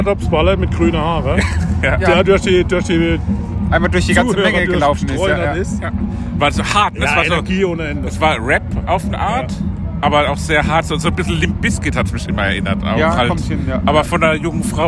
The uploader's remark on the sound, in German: Maifeld Derby 2023. Wir nehmen euch mit aufs Festivalgelände und sprechen über unsere Eindrücke von Tag 1!